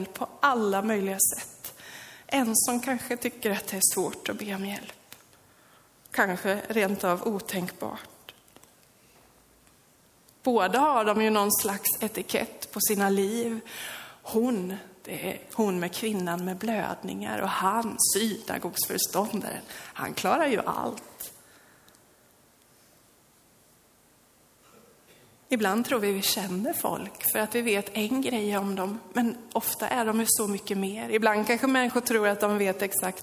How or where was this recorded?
large echoing room